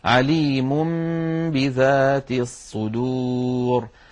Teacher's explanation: لأن النون من طرف اللسان والباء من الشفتين، فإذا قلب النون التي هي لسانية وفيها غنة إلى حرف شفوي وفيه غنة وهو الميم، فنطق ميما من الشفتين ثم باء من الشفتين بإطباقة واحدة · Term: الإقلاب